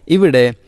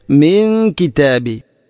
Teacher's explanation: സുക്കൂനുള്ള നൂനിന് ശേഷം കാഫ് ഇഖ്ഫ ബിഗുന്ന, നൂനിനെ അവ്യക്തമാക്കി മണിക്കണം